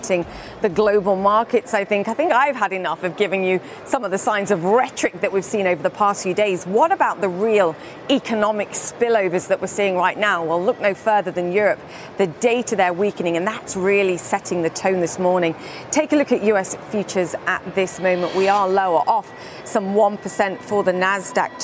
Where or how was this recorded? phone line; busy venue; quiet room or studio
busy venue